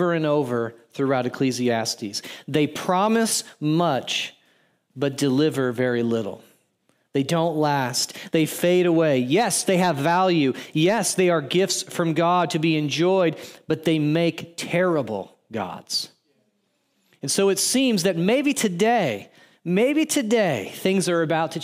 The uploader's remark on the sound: audio from New City Church in Champaign-Urbana, IL